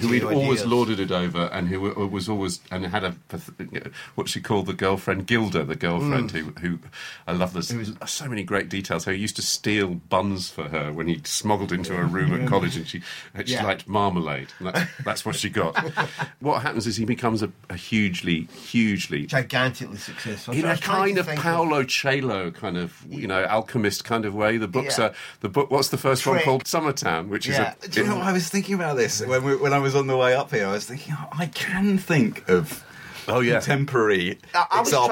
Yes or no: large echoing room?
no